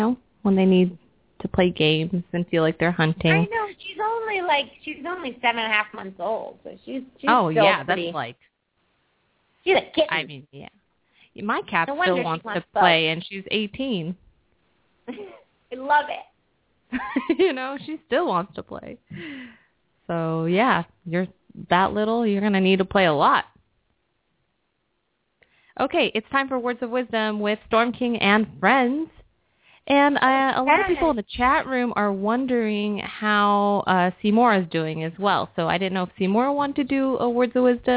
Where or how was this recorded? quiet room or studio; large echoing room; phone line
phone line